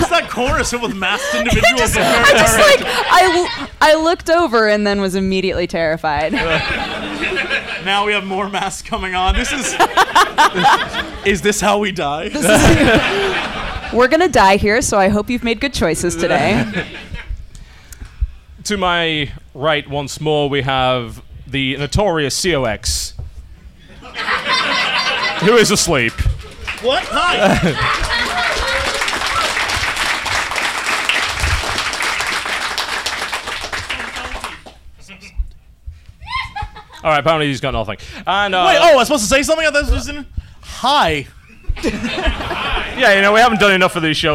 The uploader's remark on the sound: The podcast was broadcast live at Dragoncon in Atlanta, Georgia.